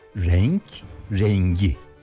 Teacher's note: Ama bunun rengi ne deyince aynı sözcük olmasına karşın K yumuşadı ve G oldu. · Term: yumuşama